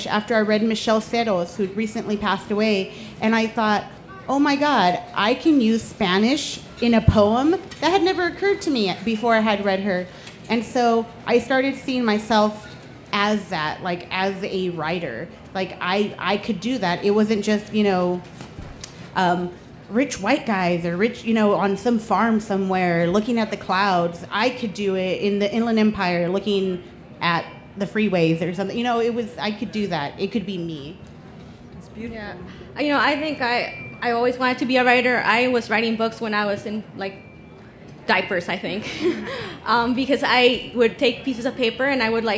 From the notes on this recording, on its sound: a panel from the Pima County Public Library Nuestras Raices Pavillion